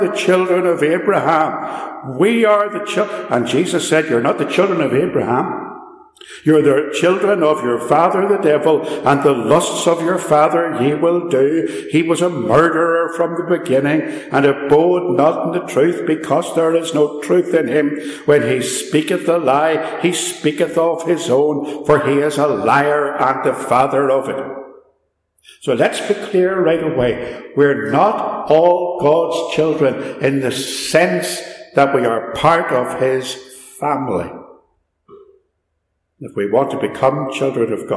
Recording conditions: echo